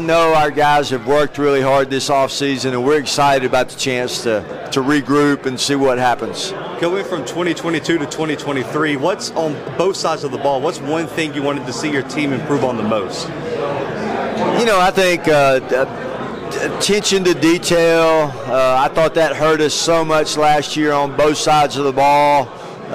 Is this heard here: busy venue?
yes